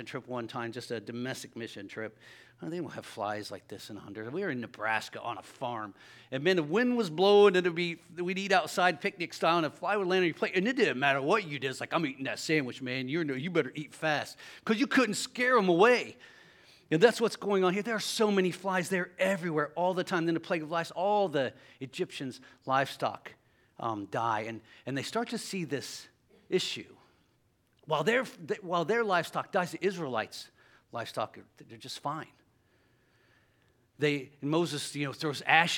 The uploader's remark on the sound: LIVE Services at Sunshine.